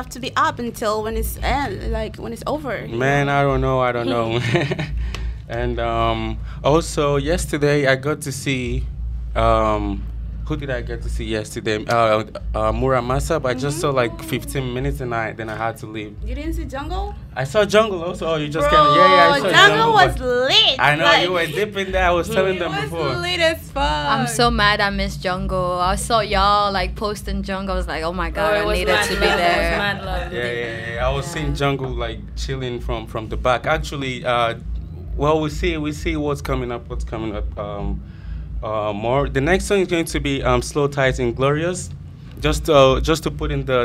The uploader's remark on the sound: A special recording from Primavera Sound 2019